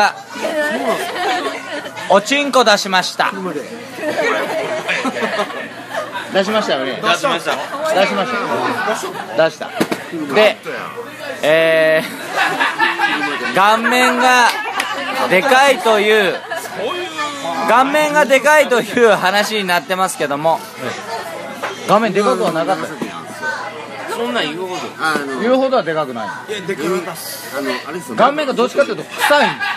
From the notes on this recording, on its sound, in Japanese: 打ち上げ3件目の店で録音しろ録音しろと しつこくうるさいのでボイスﾚｺｰﾀﾞｰ起動。打ち上げ3件目の店で録音しろ録音しろと しつこくうるさいのでボイスﾚｺｰﾀﾞｰ起動。